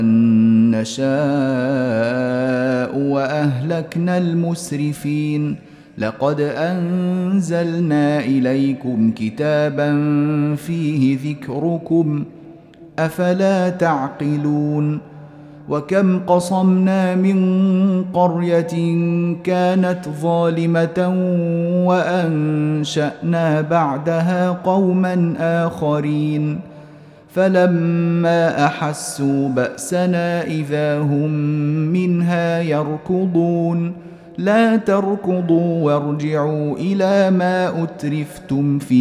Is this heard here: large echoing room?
yes